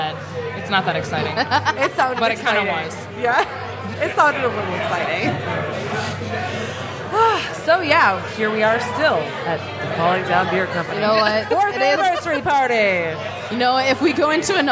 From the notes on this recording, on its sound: Live from Falling Down Beer Company